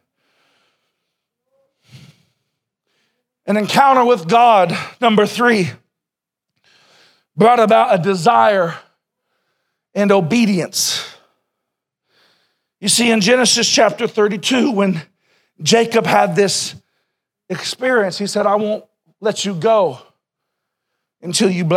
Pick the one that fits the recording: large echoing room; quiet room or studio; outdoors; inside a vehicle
large echoing room